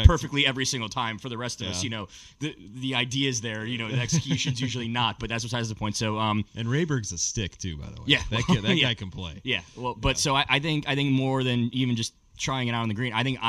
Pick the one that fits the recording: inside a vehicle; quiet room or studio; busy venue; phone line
busy venue